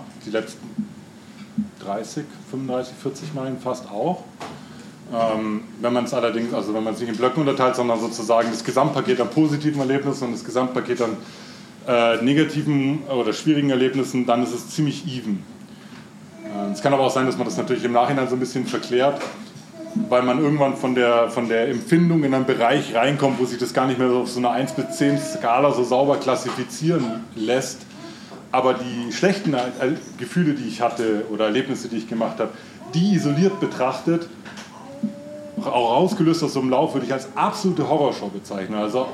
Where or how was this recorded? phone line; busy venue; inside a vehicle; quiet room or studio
busy venue